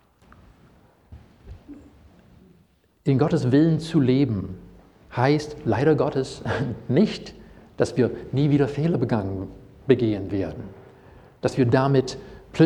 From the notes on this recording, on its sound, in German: Predigt aus dem Gottesdienst